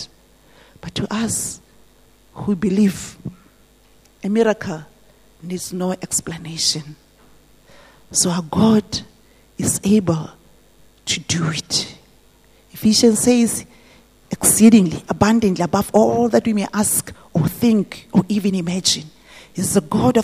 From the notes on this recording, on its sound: This message was preached at GTCFC City Campus.